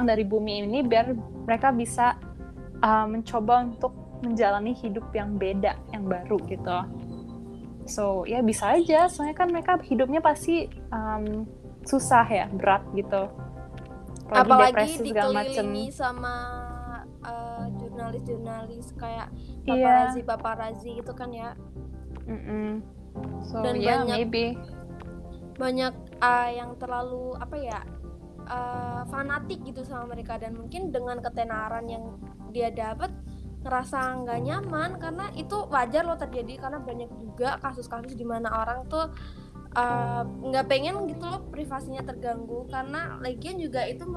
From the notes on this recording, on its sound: I am so sorry for the dramatic backsound bcs i have no idea since i just want to publish this podcast as soon as possible.